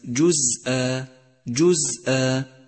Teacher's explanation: لاحظ صفة الصفير لحرف الزاي في كلمة جزء جزء، والصفير صوت يشبه صوت الطائر يقوي الحرف، وحروف الصفير هي الصاد والزاي والسين.